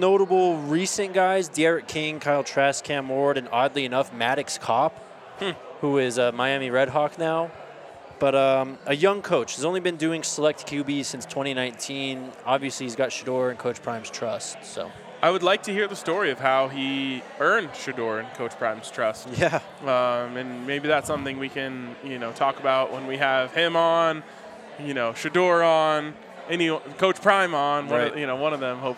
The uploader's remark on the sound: coming to you live from the Breck Farmhouse!